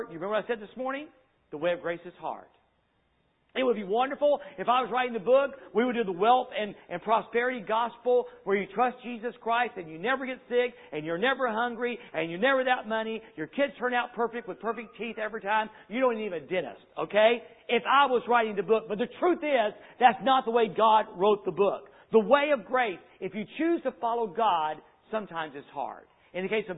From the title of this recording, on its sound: Sunday Evening Service